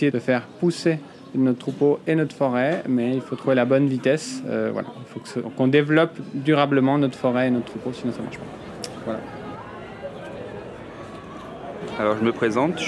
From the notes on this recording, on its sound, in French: Un reportage en itinérance durant le festival des Sciences et de l'Innovation. À la rencontre des festivalier·es et des chercheur·es.